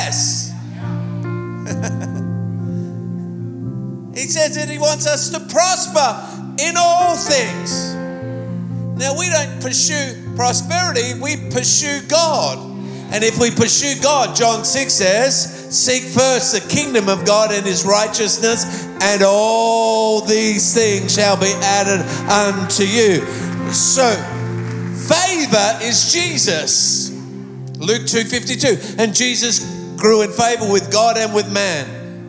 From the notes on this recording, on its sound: Recorded live at Planetshakers Church (Melbourne).